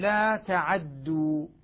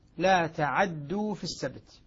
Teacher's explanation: يعني فتح العين وتثقيل تثقيل الدال مضمومة